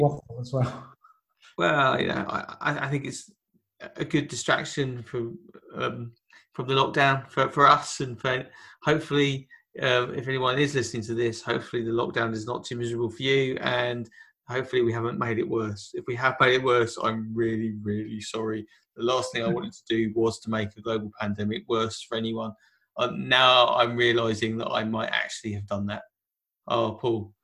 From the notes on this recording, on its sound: Lockdown Special. The special bit is that we've worked out how to record over the internet so expect more episodes very soon.